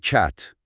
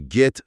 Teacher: صدای ا توی کت یه جور صدای ای باز که با صدای ای توی گت فرق داره